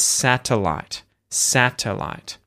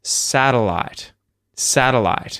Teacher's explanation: I'm using the syllabic L with lateral release. · Shown in: second take · So, that's a kind of fancy way of saying that when you've got a T followed by an L in a word, the tongue goes into the T position.